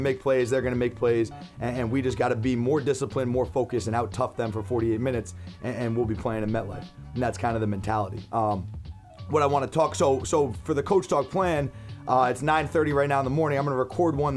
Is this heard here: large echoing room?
no